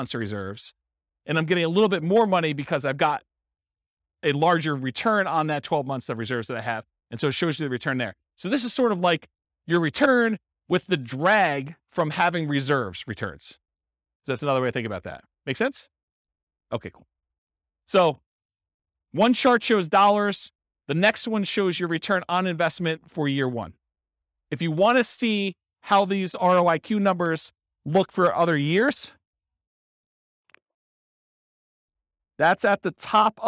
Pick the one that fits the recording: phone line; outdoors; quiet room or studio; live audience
live audience